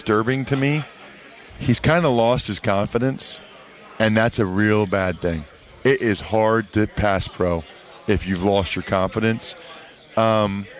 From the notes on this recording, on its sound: joins the show at Radio Row from the Army/Navy Game